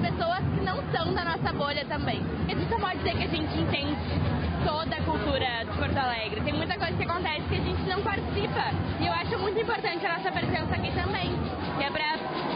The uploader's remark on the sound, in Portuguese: Fizemos uma viagem pela noite dos museus. Com a abertura de 14 espaços culturais. Este convite sonoro inclui música, além de trazer entrevistas com o público presente e o idealizador do evento.